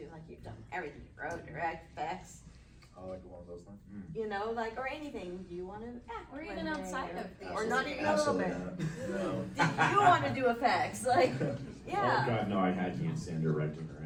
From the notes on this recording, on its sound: Recorded at Days of the Dead Chicago.